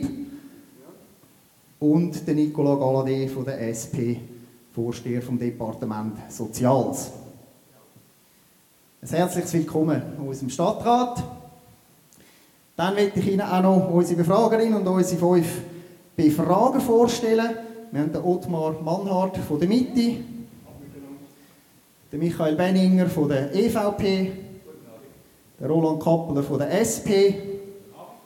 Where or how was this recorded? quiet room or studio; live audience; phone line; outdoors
live audience